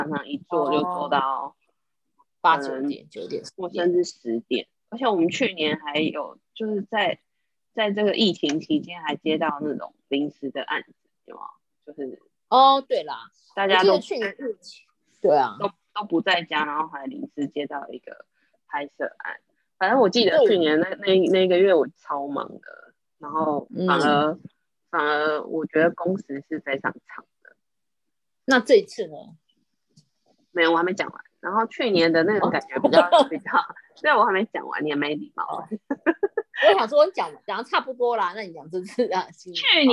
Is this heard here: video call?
yes